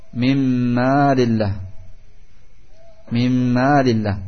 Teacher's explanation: nun hilang masuk ke dalam mim · Term: idgham bighunnah kamil